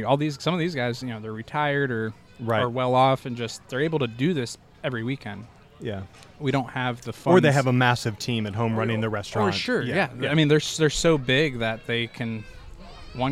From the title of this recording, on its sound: Live From The Primo BBQ Bash